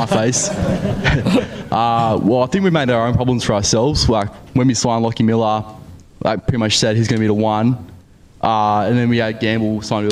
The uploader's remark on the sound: infront of our live audience